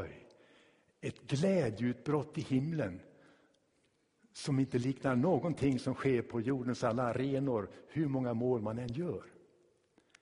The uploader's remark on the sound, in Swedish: Inspelad i Tabernaklet i Göteborg